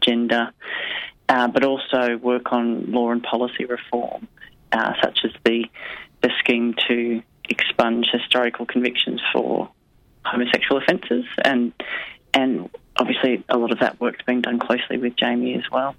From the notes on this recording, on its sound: on the phone